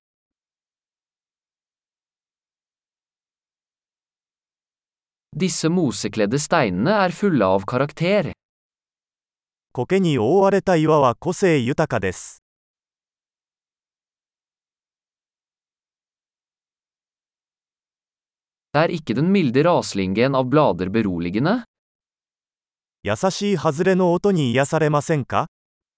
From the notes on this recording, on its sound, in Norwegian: Lyden av den ravende bekken er terapeutisk.